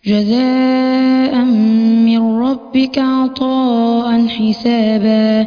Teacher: مد واجب متصل يمد بمقدار أربع حركات